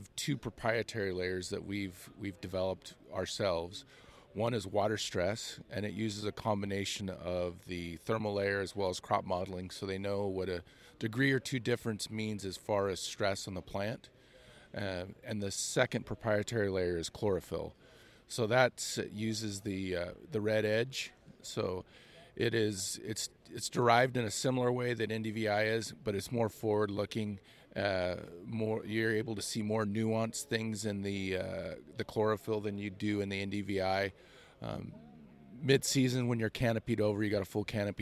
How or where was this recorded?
busy venue